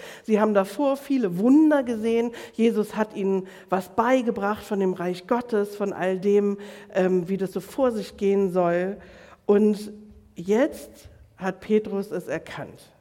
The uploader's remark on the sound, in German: Predigt im Rahmen des GreifBar+ Gottesdienstes